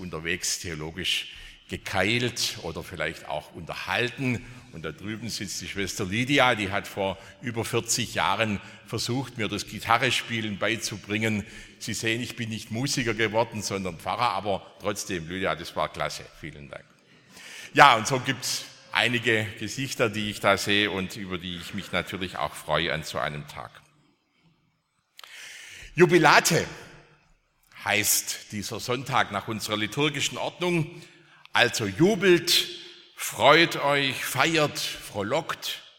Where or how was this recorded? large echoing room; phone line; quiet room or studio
large echoing room